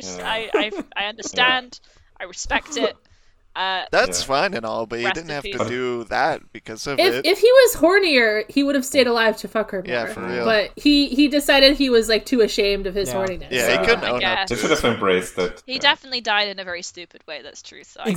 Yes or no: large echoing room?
no